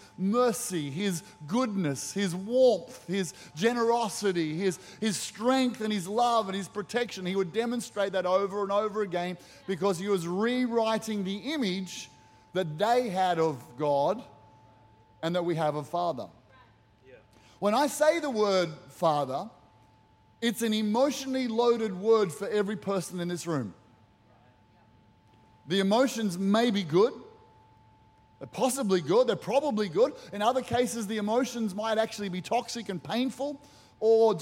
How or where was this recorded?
large echoing room